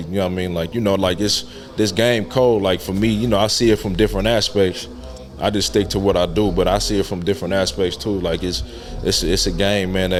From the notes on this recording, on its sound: This episode was recorded in the green room